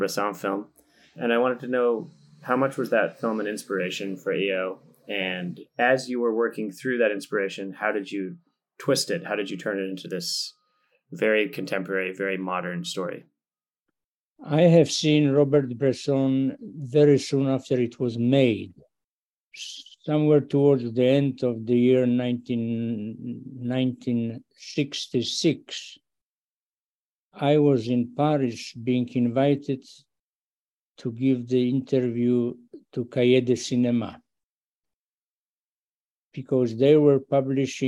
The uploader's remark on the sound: Over Zoom. Wasn’t able to attend this year’s festival in person.